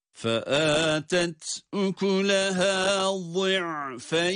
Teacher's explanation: Bu itibarla buradaki duruşumuzu meddilin olarak gerçekleştiriyoruz. Yani ya harfini cezimli halde uzatarak okuyoruz.